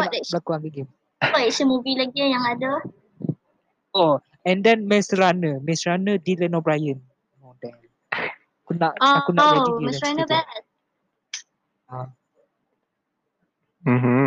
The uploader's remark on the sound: THERE WILL BE A SOUND DISTURBANCE DUE TO THE HOST'S MIC.